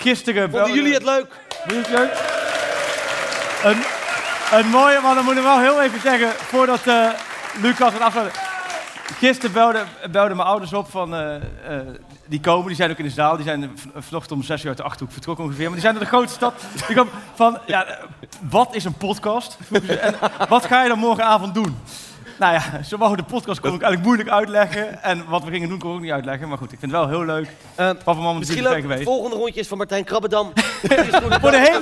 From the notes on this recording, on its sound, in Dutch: THEATERSHOW. Naar de Melkweg in Amsterdam voor de opname van de vijfde aflevering van seizoen twee. Gelukkig kwam er ook publiek en een aantal leuke gasten.